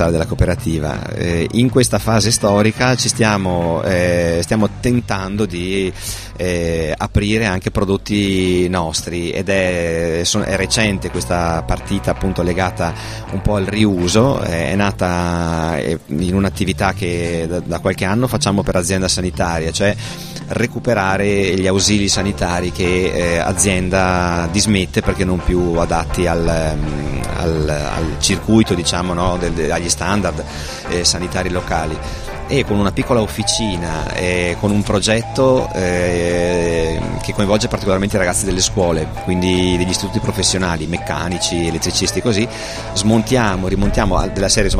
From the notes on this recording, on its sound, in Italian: La trasmissione di Sanbaradio. In questa puntata speciale in esterna, in diretta da piazza Fiera in occasione del Festival dell'Economia.